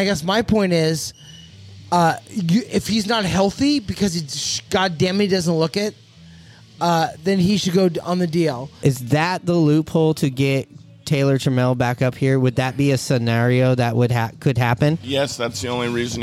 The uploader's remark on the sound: Live from The Cabin in Richmond Beach. Recorded at 'The Cabin' in Richmond Beach in Shoreline, WA.